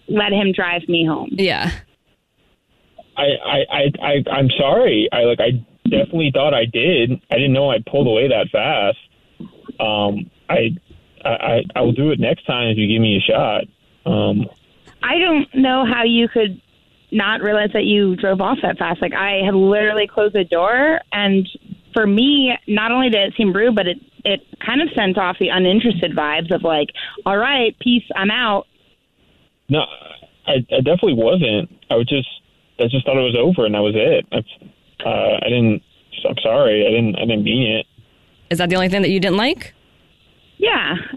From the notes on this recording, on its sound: We get that other person on the phone